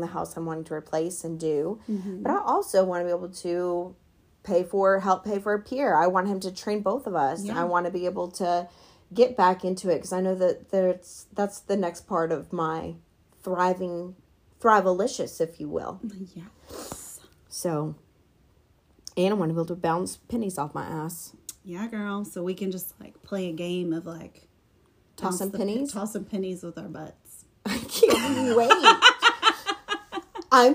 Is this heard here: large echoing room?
no